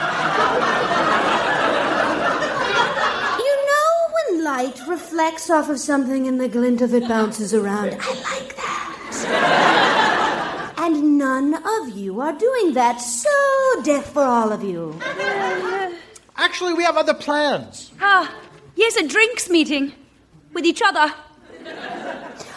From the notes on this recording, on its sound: Recorded Live 3/3/2012 at Largo, Los Angeles.